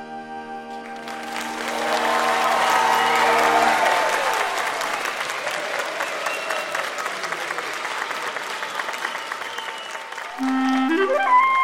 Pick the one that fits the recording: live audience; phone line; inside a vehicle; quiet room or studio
live audience